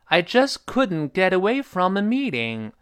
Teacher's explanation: from ameeting，那个 me 读高一些。就是长元音一， do, re,mi，就是那个 memeeting，中间那个字母体得有浊化。meeting，不是 meeting，注意。meeting，干嘛去呢？脱身